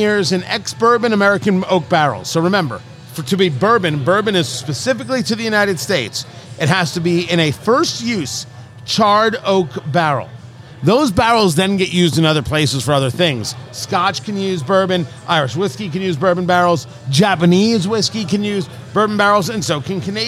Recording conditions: busy venue